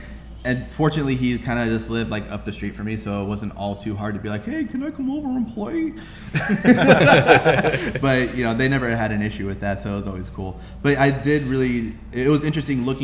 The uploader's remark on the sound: LIVE SHOW recorded 6/10/19. Retro Game Night goes LIVE!